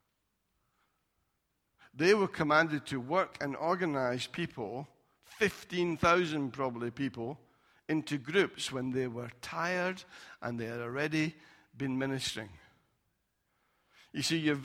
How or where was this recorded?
large echoing room